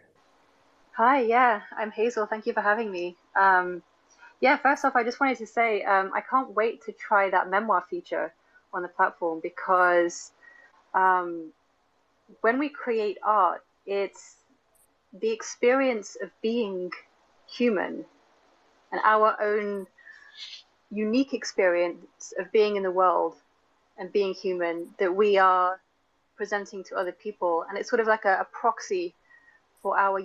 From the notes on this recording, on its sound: An unedited recording of a Twitter spaces